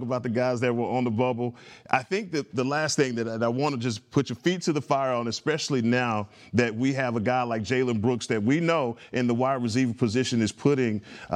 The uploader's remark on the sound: checks in live from Dallas Cowboys training camp